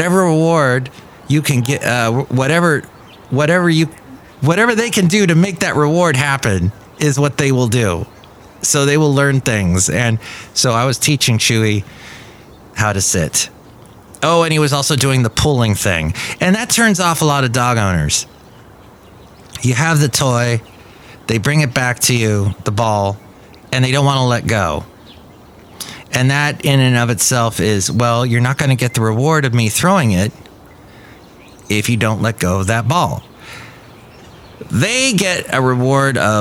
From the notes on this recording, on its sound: podcasts live from Café Anyway